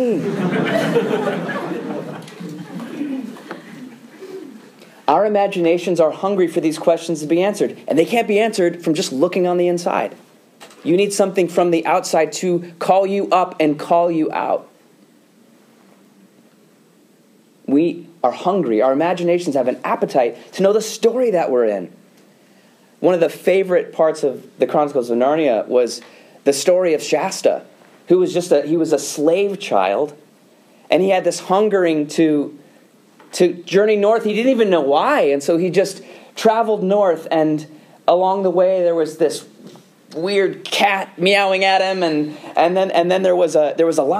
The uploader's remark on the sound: delivers a lecture to the Student Theological Society of Moody Bible Institute